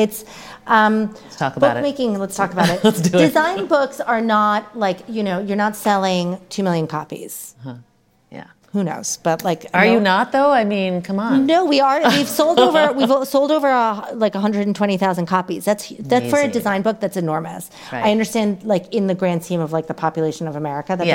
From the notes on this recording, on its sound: LIVE at Hunker House. Hunker House in Venice, CA for a live recording of the Being Home With Hunker podcast.